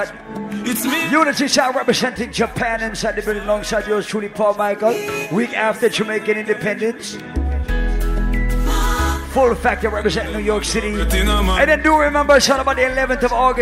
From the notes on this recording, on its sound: Live audio from island saturdays on july 21.